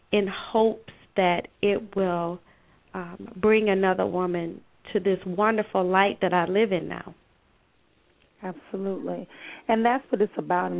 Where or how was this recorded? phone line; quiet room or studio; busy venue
phone line